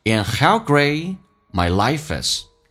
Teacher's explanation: And 直接可以说成 N 这个发音，或者一个鼻音叫 N